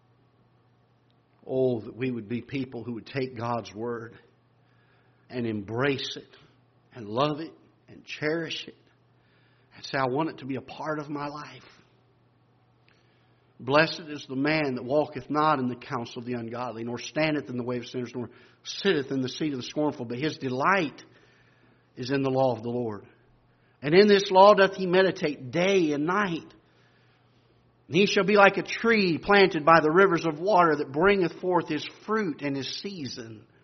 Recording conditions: large echoing room